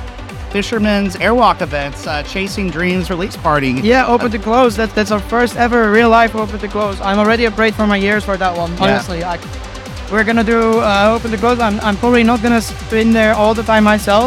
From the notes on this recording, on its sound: At this years Luminosity Beach Festival from our roving Hello Trance Reporter.